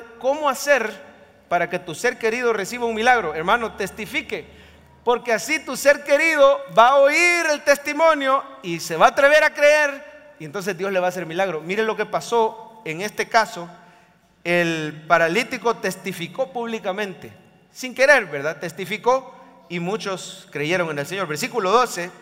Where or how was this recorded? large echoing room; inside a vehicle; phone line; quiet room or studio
large echoing room